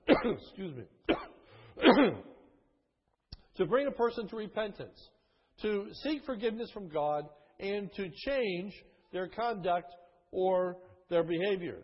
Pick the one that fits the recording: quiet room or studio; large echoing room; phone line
large echoing room